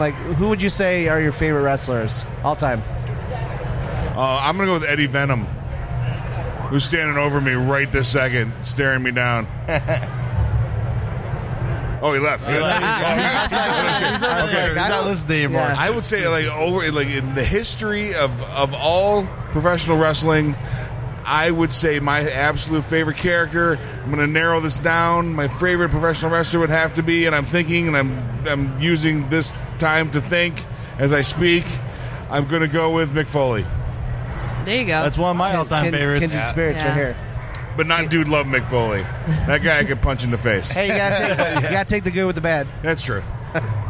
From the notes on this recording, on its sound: Live From Motor City Comic Con